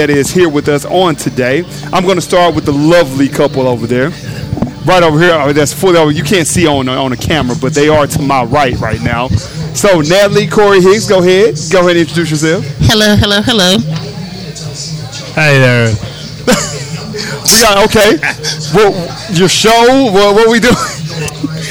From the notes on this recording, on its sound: Live from TJ's Catfish & Wings in Arlington, TX.